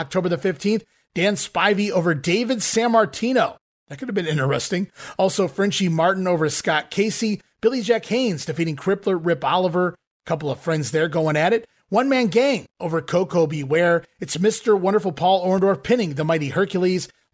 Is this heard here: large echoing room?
no